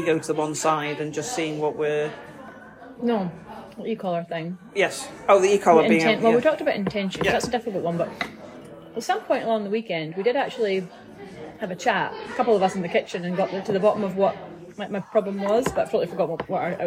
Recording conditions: busy venue